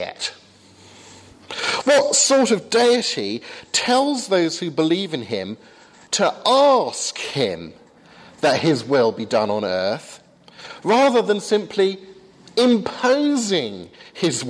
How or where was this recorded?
large echoing room